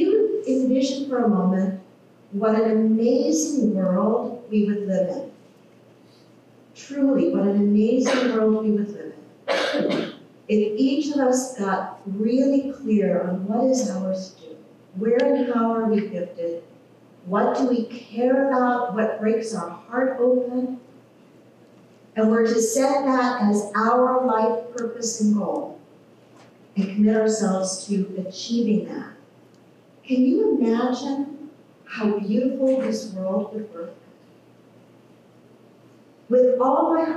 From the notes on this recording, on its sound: Technical issues with audio.